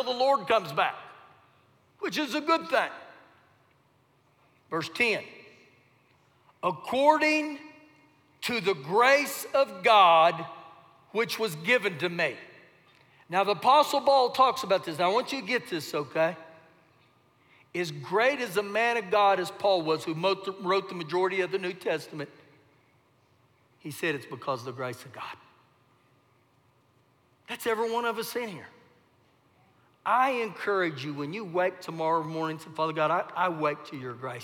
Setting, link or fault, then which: setting, large echoing room